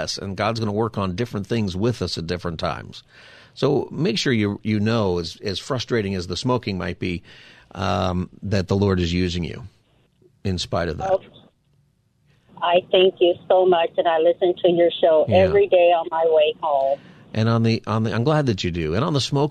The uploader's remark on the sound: Listeners call in with stories.